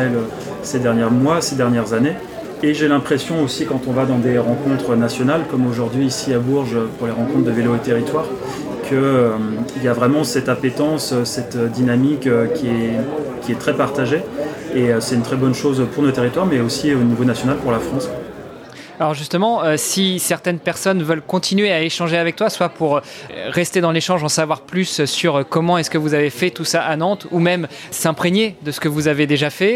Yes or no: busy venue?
yes